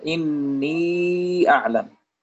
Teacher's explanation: حكمه مد منفصل، مقدار مده 4 أو 5 حركات جوازا